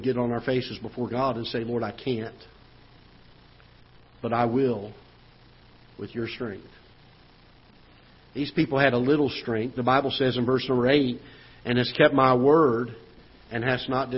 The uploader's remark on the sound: Ketha Heights Baptist Church ~ Live Broadcast